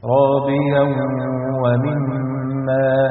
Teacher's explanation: هنا تنوين وجاء بعده حرف الواو، والواو من حروف كلمة ينمو، وهيبقى حكمها الإدغام بغنة، وهتتنطق كده راضيا ومما.